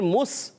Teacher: پھر مس، میم کو سین سے ملائیں گے، سین سیٹی کے ساتھ ادا ہوگا